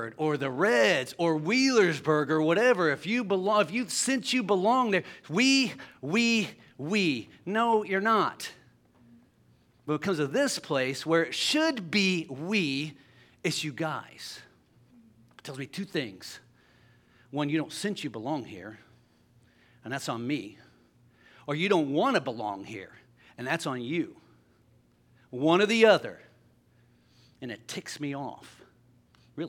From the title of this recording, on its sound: LIVE Services at Sunshine